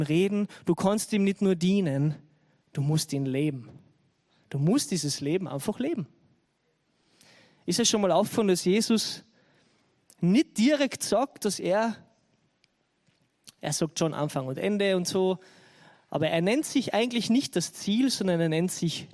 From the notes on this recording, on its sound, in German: Gottesdienst live aus der LIFE Church Wien.